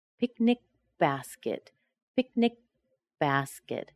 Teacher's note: My tongue is still there when the B starts. I'm still on the K when I start the B. So that's the co-articulation part.